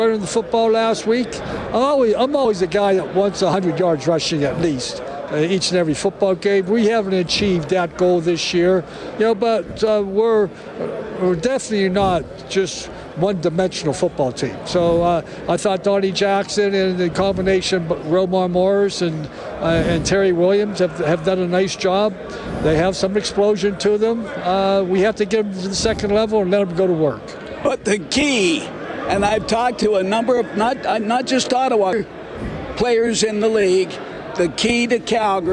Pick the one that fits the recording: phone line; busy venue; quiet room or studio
busy venue